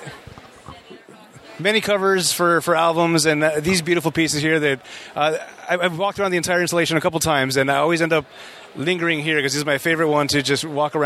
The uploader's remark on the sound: play some interviews from the convention floor